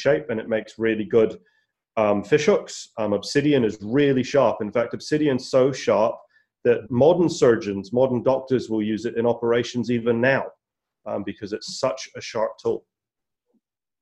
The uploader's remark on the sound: LEARNZ web conference